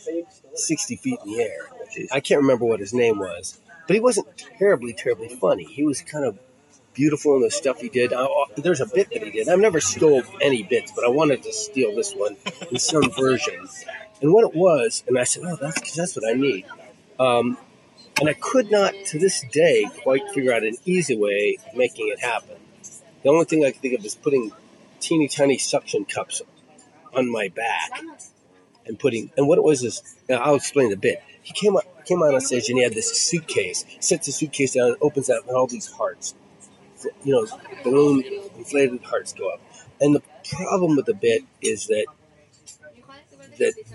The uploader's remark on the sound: sit outside a coffee shop in LA